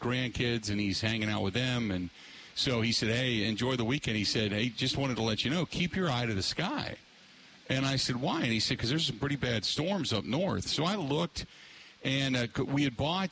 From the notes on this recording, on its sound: Live at Road America, and had a wild and wet (literally) night.